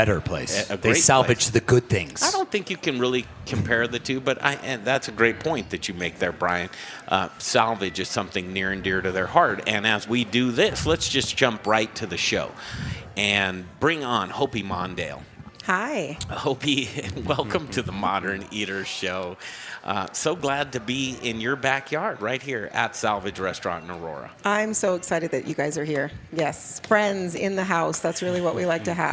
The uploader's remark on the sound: We're live from Salvage Restaurant in Aurora!